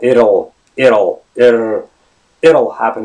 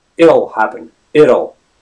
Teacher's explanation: What's curious about this particular contraction, it'll, is that the T sound becomes the flap T. It's something between T, D, and a little bit of R as well.